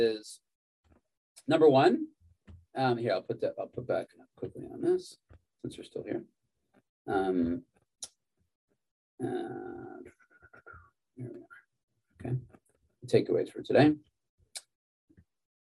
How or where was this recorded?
video call